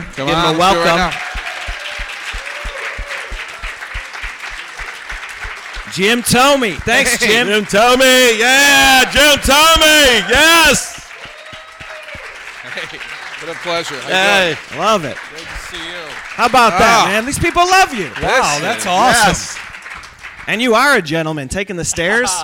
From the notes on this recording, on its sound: Live from SoxFest 2017!